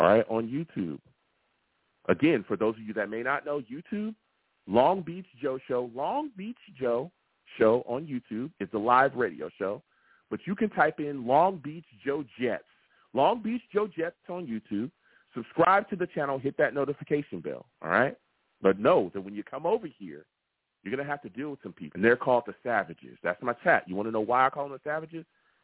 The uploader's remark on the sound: I take live callers!